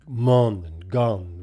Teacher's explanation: Mon and gone would have sounded very similar in a Midlandish accent at the time. · Term: perfect rhyme